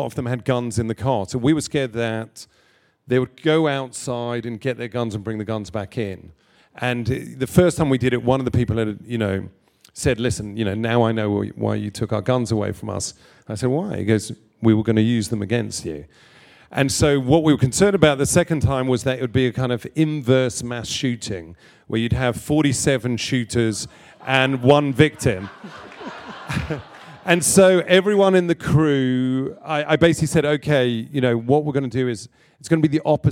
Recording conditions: live audience